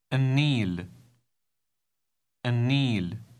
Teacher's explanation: the L sound in the article is pronounced N, because the first sound in the word is N, and it is one of the sounds that cause the L in the article to change its pronunciation to the following letter.